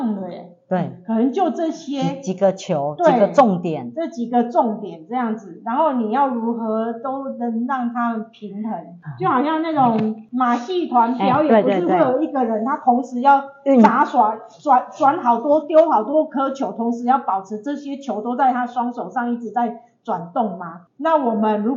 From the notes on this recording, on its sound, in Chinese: 因錄音設備問題，造成錄音品質受到影響出現雜音及干擾，還請大家見諒。